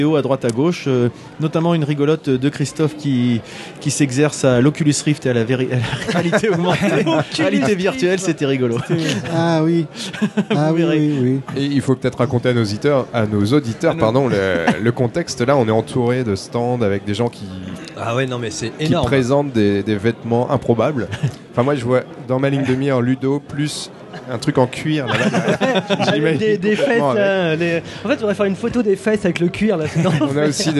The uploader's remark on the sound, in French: Au coeur de la convention du Fantastique de Rouen. Nous étions à nouveau en mode immersion dans le cadre d’un festival, à nouveau pour un enregistrement en public, mais cette fois-ci dans le cadre de la convention du fantastique.